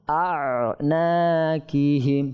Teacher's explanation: এটা আনা কিহিম পরে এই আইনটাকে হামজা পরিবর্তন করে অনেকে পরে, এই জন্য এটা আইন, এটাকে আমরা আইনটাকে ভালো করে চাপ দিয়ে উচ্চারণ করবো এবং আওয়াজটা জারি রাখবো